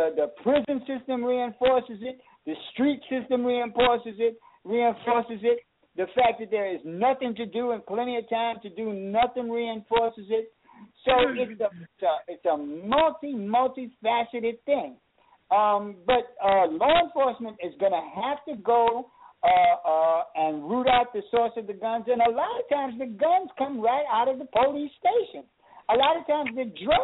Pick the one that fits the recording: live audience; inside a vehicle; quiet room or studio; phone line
phone line